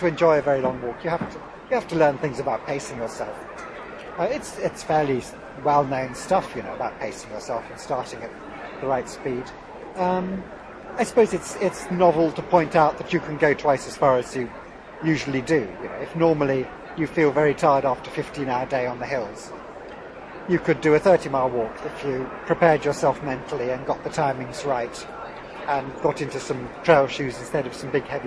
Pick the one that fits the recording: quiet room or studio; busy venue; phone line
busy venue